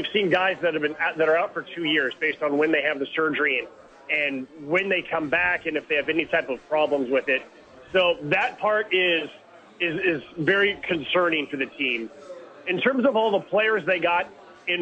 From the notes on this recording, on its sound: The bois are live from Red Door for the shortest show ever.